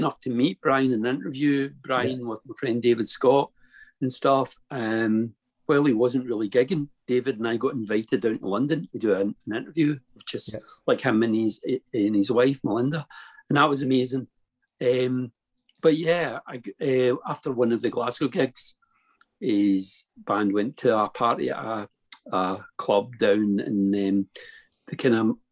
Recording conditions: video call